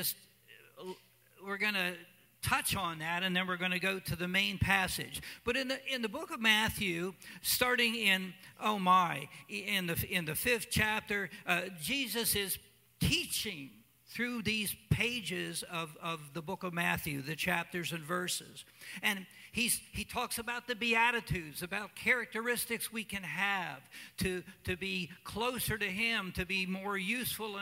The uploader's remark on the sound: Cornerstone Fellowship Sunday morning service, streamed live